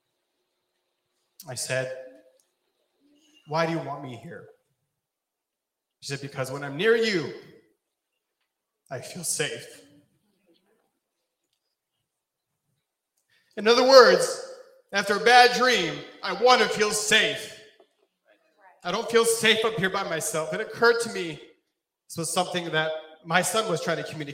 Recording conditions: large echoing room